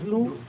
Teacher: پیش ہے آدھا واو. کیا ہے آدھا واو؟ کا مطلب کہ جتنا واو ہے واو مدہ اس کو آدھا کر لو، پیش کو اتنا کھینچنا ہے